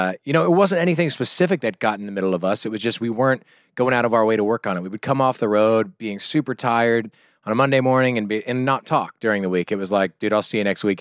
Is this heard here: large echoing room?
no